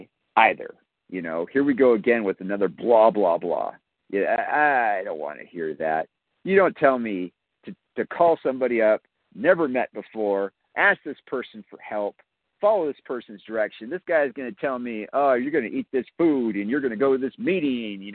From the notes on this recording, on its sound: 100 Pounders Phone Meeting